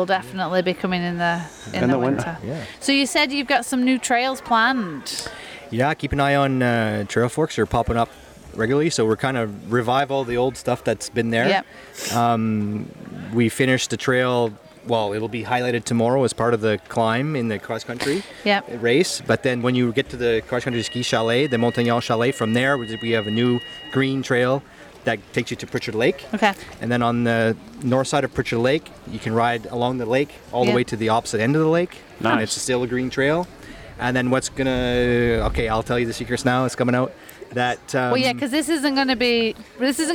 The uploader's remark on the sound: We're at the Sugarloaf Adrenaline festival this week